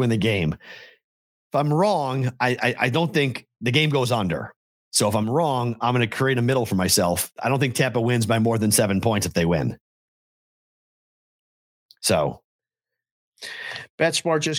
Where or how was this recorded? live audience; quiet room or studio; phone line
quiet room or studio